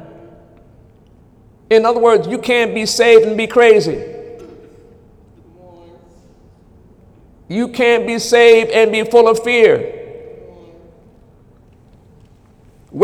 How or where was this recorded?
large echoing room